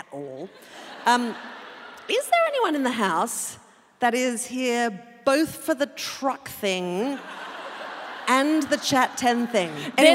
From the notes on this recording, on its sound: Live from QPAC Concert Hall, Brisbane. Live show.